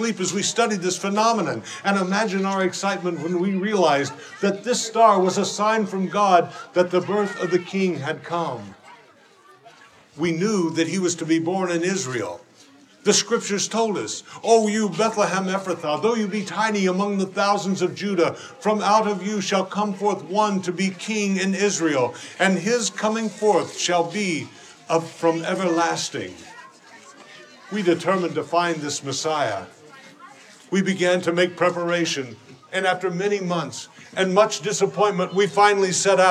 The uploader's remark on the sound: A powerful live drama presentation from Christmas Town at the Creation Museum.